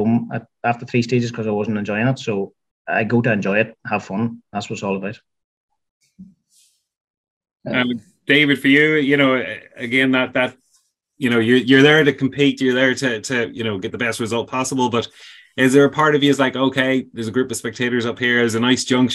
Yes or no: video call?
yes